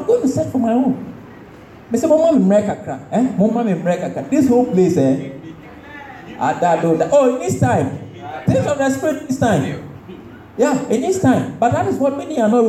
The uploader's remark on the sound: This message was preached at the March 2023 edition of the TOTS Service.